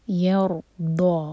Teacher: یرضا اور دود ہیوی ہوگا، اور دود ہم ہمیشہ ادا کرتے ہیں زبان کی سائڈ سے، زبان کی ٹپ نہیں یوز کریں گے